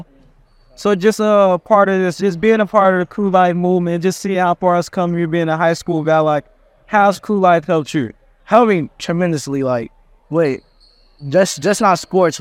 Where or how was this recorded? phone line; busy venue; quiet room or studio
busy venue